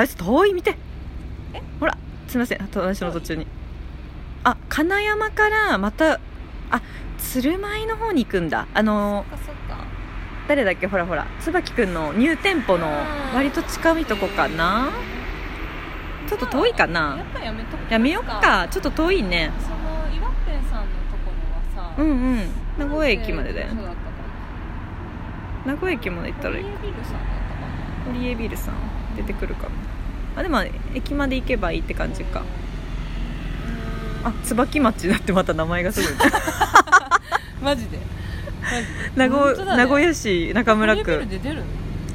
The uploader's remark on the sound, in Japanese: クリエイターさんの作品や商品がカオスに並んでる。タックメイトさんをぐるりしてお店の前で収録してますよん。岐阜 #愛知県岡崎市。